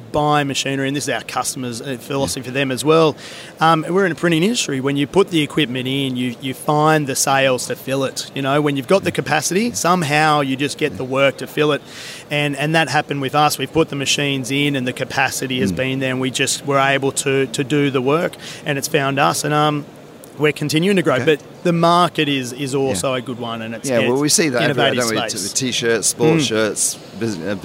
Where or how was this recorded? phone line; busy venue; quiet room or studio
busy venue